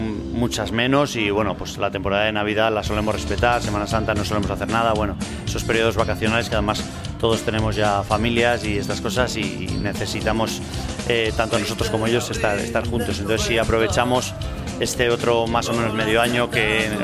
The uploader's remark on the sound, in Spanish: en el concierto que se realizó el domingo 1 de septiembre en la Plaza del Ayuntamiento de Torrelaguna